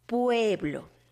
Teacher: Ay, están muy unidas la U y la E. · Term: diptongo